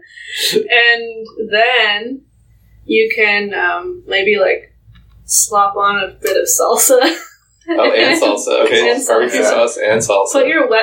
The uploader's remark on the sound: with apologies for sound quality issues...